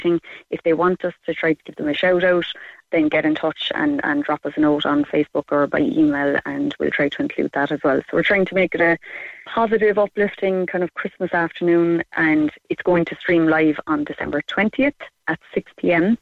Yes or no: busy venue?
no